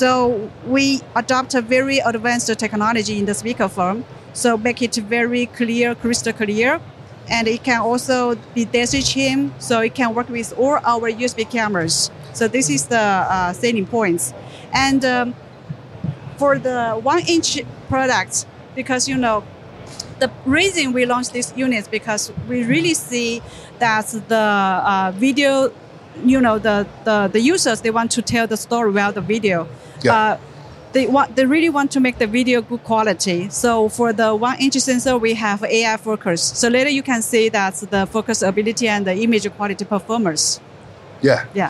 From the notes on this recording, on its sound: At ISE 2024 we speak with Telycam